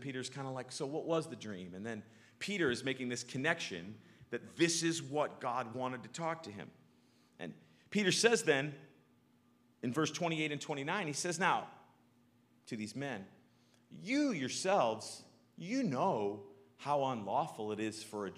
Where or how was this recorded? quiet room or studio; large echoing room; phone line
large echoing room